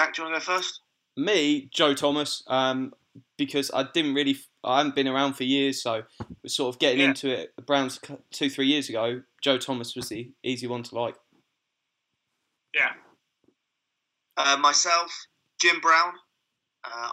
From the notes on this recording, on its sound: 3 way Skype. From Columbus Ohio.